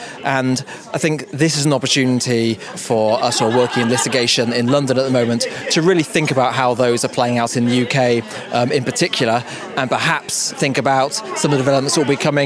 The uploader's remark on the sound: The London panel discussion from our recent Europe-wide event on collective litigation.